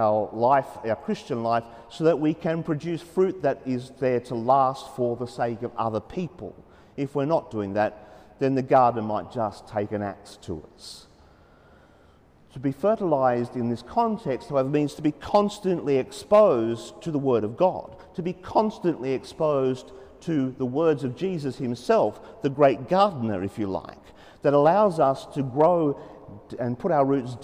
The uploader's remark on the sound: As preached during the 5.30pm Saturday evening Mass at Sacred Heart Cathedral, Hamilton.